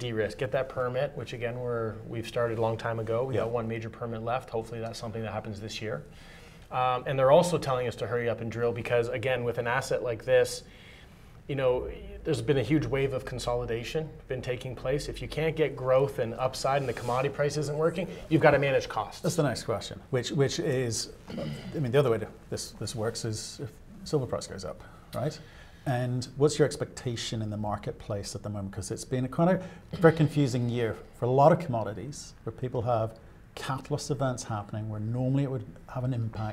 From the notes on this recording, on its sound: at the 121 London Mining Conference